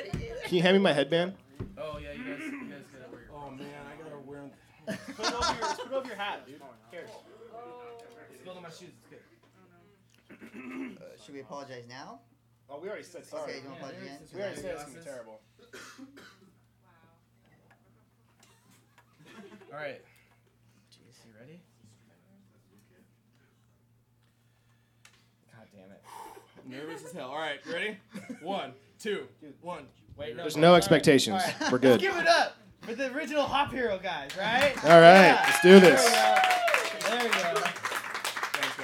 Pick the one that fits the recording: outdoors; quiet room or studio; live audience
live audience